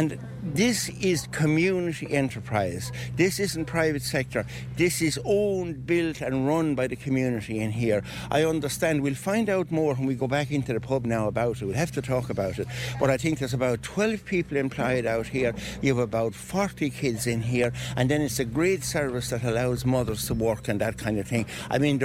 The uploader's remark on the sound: We’ll be visiting villages all over Tipperary. We start in Upperchurch and we will go live to Kinanes pub in Upperchurch.